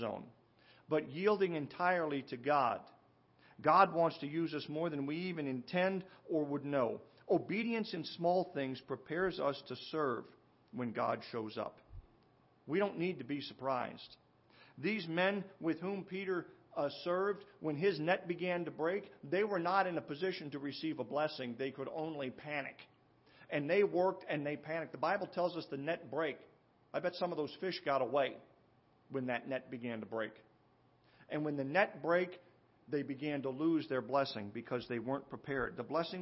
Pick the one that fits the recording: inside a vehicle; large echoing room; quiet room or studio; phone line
large echoing room